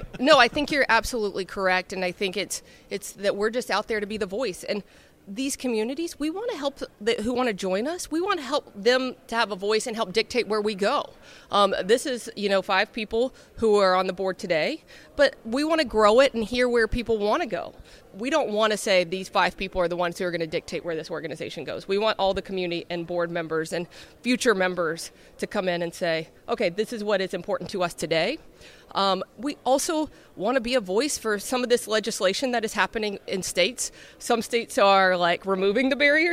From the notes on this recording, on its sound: joined live from Broadband Communities